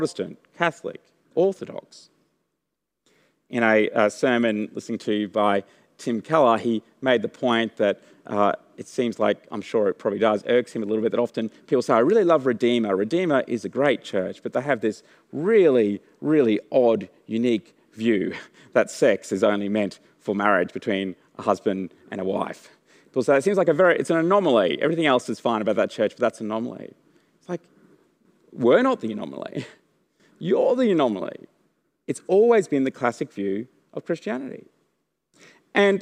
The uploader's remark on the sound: The audio recording this week comes from the 6PM service.